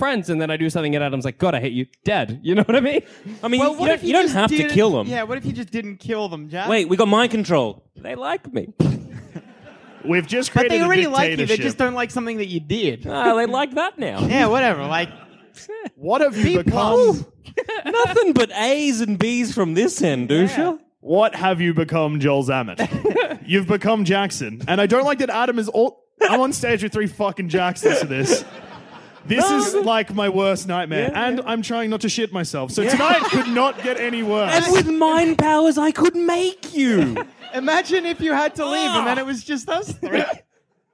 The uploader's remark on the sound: Recorded at the Frog & Bucket at Manchester.